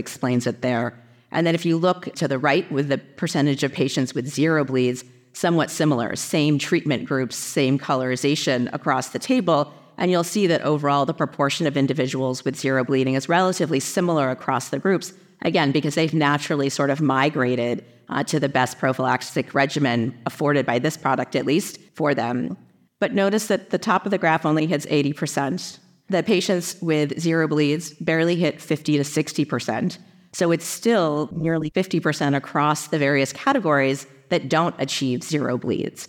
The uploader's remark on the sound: In this new PeerView activity based on a recorded symposium at the 75th Annual Bleeding Disorders Conference.